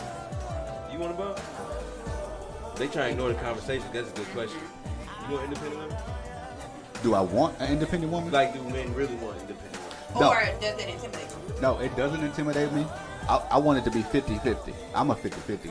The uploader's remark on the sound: The 502 R&B Show LIVE from Melt_502 in Louisville, KY !